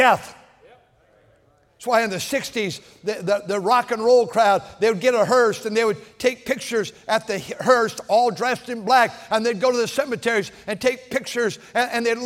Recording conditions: large echoing room